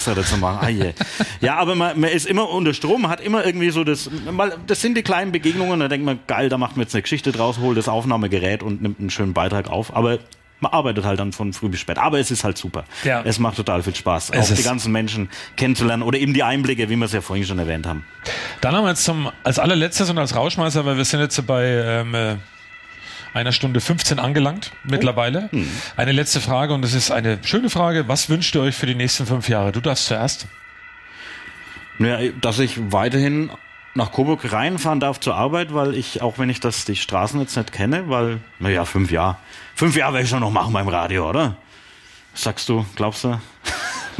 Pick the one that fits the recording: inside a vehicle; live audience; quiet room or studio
live audience